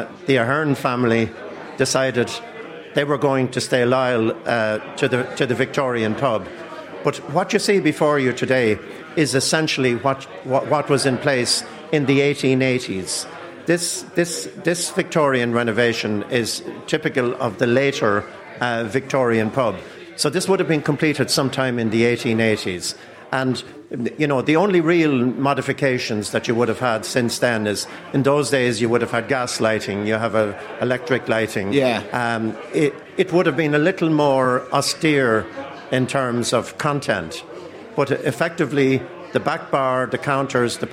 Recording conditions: busy venue